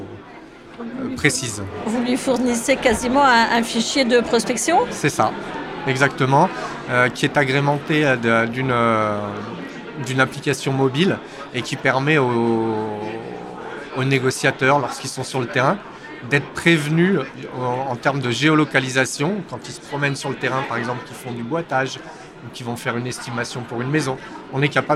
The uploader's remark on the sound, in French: Ce podcast a été enregistré à Immo, le congrès de la FNAIM, les 4 et 5 décembre 2023 à Paris. Ce podcast a été enregistré à Immo, le congrès de la FNAIM, les 4 et 5 décembre 2023 à Paris.